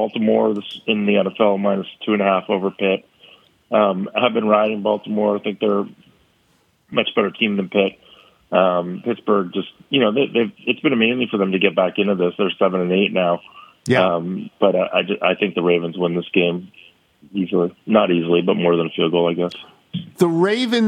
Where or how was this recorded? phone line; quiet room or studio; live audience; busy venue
phone line